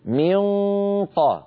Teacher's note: تجدون بأن الصوت مفخم مع أنه ليس ثمة صوت يمر عن طريق الفم · Term: صوت الغنة